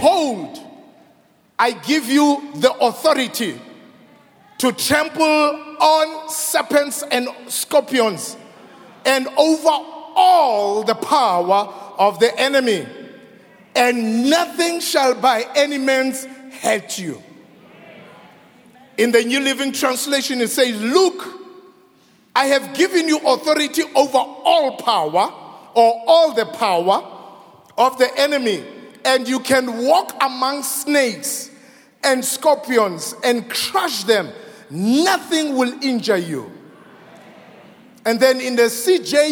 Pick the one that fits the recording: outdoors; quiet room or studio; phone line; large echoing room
large echoing room